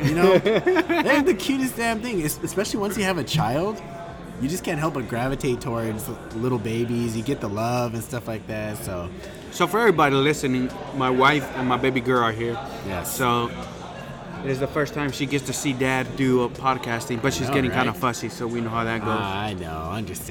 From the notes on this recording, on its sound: with some brews at 8th Wonder Brewery in Houston Texas